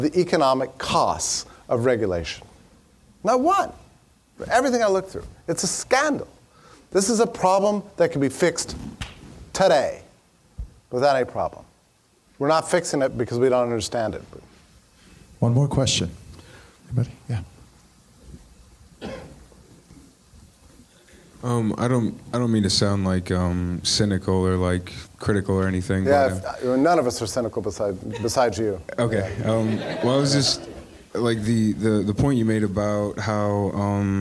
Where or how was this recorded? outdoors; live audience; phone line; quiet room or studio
live audience